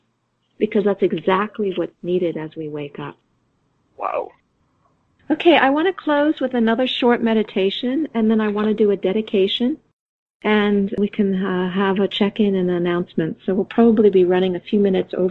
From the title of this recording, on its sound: Conference call